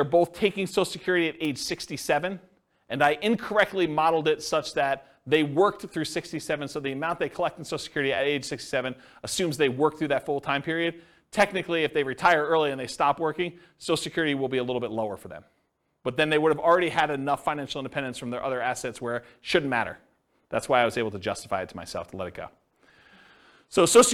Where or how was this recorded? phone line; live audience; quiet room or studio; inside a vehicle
live audience